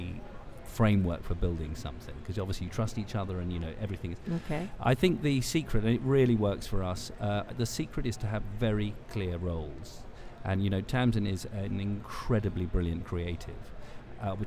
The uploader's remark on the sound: Live from #SageSummit on day 2. AS WE BROADCAST LIVE FROM THE SAGE SUMMIT 2015 IN NEW ORLEANS, LOUISIANA.